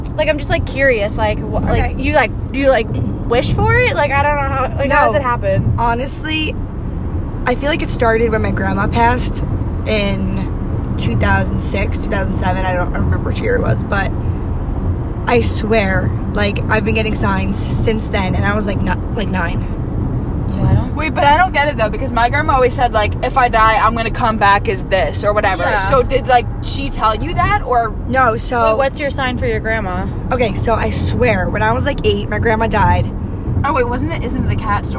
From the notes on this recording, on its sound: Again we apologize for any of the noises from being in the car but then again we are balin on a budget and we in fact used our phones to record this episode.